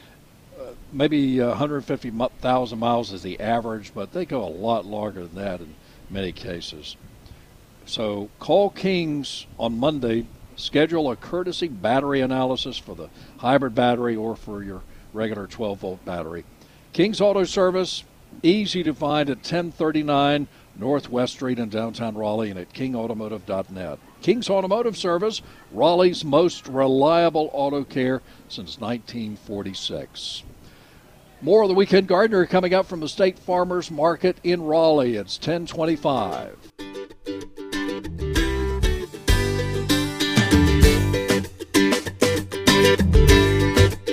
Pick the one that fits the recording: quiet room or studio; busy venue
busy venue